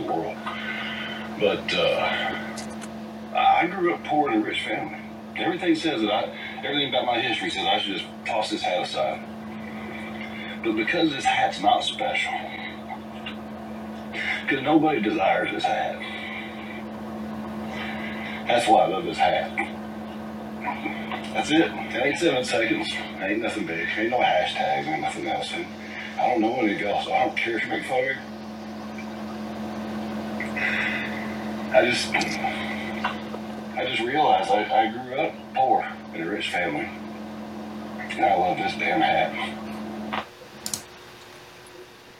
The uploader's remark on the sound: All amidst technical difficulties during the recording.